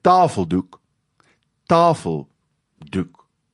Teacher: in samestellings val die klemtoon op die linkerkantste deel, op die eerste deel. So ons sê met ander woorde, 'n tafeldoek, tafeldoek, en dan is lê die klem op tafel, tafeldoek.